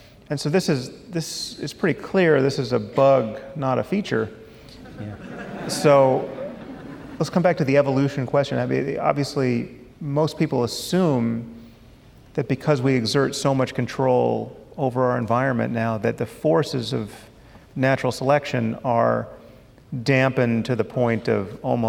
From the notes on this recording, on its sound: At a live event in Los Angeles (first of two).